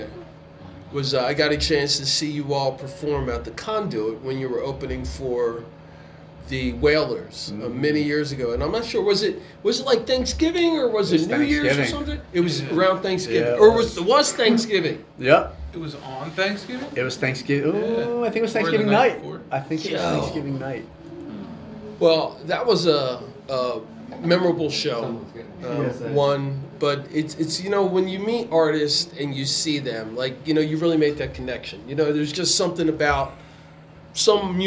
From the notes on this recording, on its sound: pre-show interview at The Newtown Theatre